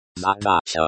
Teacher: Zadacha is pronounced with stress on the second syllable.